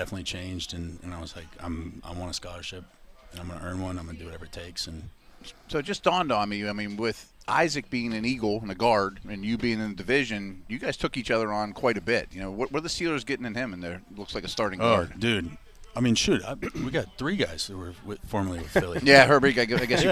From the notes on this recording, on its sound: live for day 4 of the Steelers OTAs